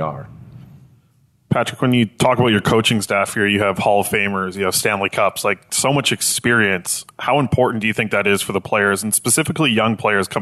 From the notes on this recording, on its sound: The full press conference from this morning. By the Vancouver Canucks.